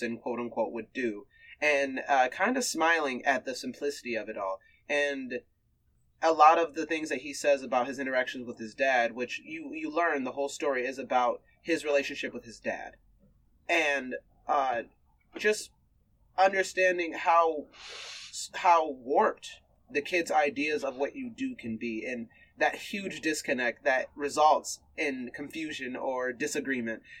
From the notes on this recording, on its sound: Please pardon our minor audio issues this week!